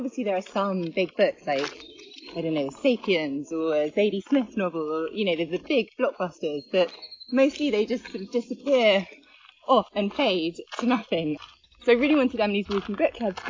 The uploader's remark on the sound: Recorded while walking round Clissold Park, in north London.